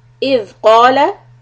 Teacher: when ذَال has a sukoon, we're going to stretch the sound just a fraction so that we don't bounce it